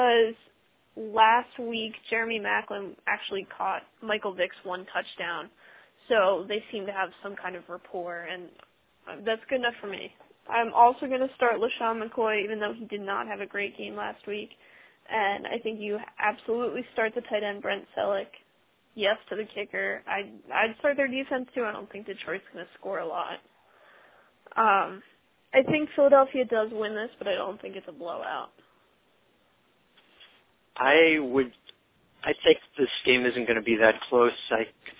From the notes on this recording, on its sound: fan interaction via phone